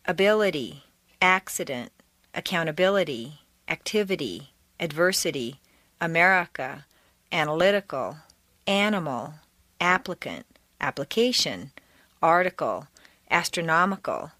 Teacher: The letter I in the unstressed position devolves consistently into a schwa.